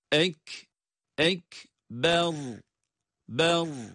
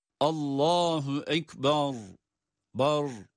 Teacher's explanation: Ekber kelimesi gördüğümüz gibi ne hemze kaf harfine bağlanırken uzatma var, ne de ba harfi ra'ya bağlanırken uzatma var. · Shown in: first take · Hiçbirisinde uzatma yok.